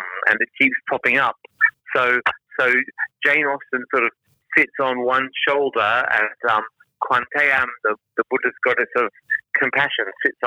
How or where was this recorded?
phone line